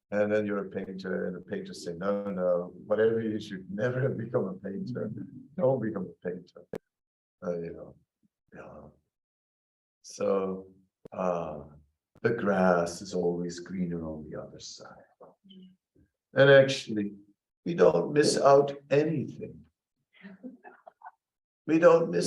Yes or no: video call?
yes